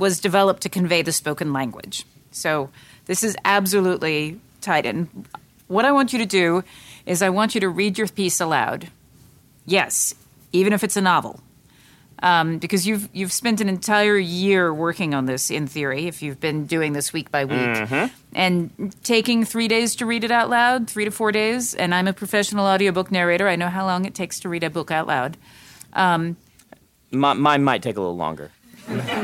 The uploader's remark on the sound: Questions from the WXR attendees, who were aboard the Independence of the Seas with us. This episode was engineered aboard The Independence of the Seas.